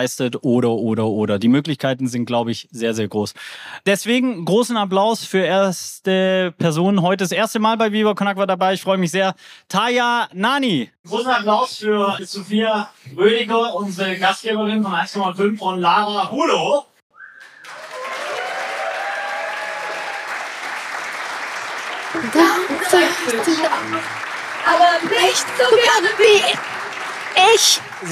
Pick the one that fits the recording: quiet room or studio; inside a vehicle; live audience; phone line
live audience